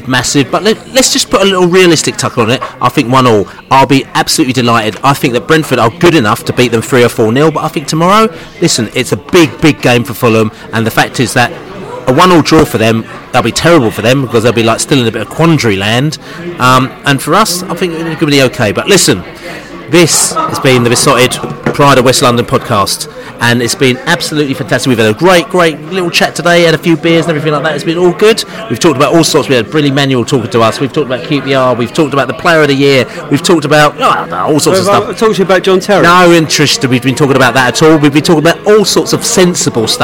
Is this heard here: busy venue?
yes